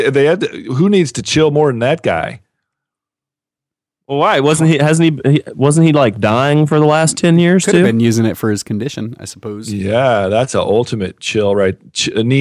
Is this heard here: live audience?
no